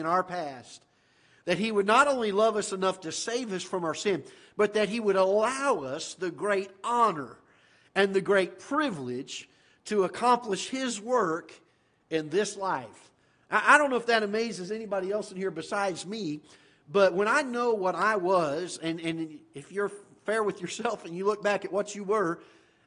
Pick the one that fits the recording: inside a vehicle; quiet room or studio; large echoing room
large echoing room